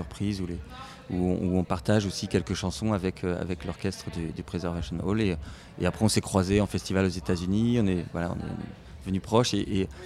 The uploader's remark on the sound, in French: Retrouvez ici les interviews réalisées sur notre plateau depuis le festival Terres du Son. Scène de l'écovillage.